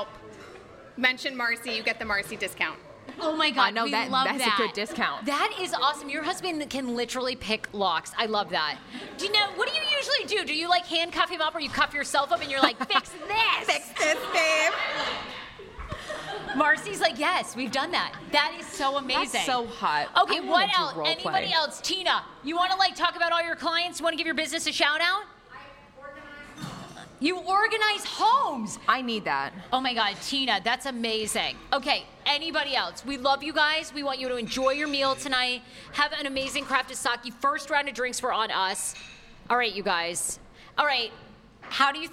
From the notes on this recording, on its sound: Last week we did a live pop-up podcast at Yume Sushi in Arlington, Va for some of nearest and dearest fans.